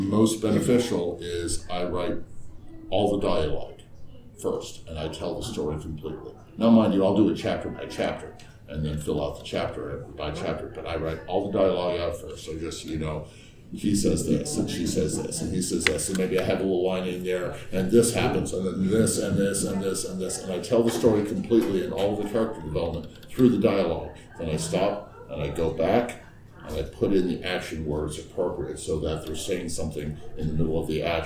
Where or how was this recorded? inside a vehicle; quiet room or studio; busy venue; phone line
busy venue